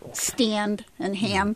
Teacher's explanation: Yeah, well, one of the things that's happening is what we call the nasal split. So ah becomes air before a nasal consonant